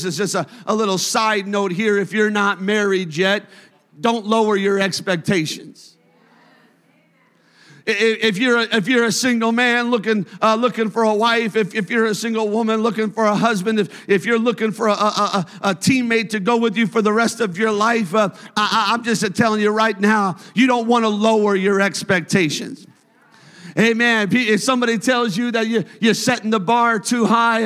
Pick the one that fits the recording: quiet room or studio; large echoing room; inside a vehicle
large echoing room